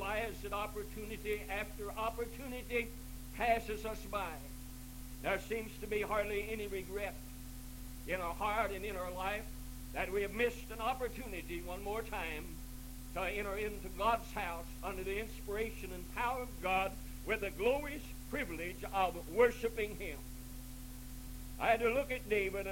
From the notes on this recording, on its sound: This recording is really quiet.